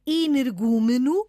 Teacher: Tem o acento tónico na antepenúltima sílaba. · Term: palavra esdrúxula